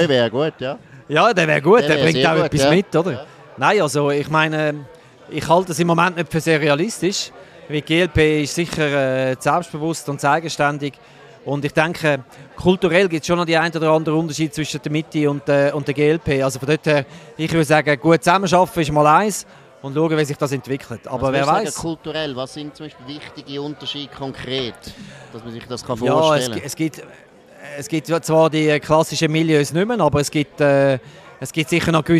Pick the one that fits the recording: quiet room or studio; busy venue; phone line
busy venue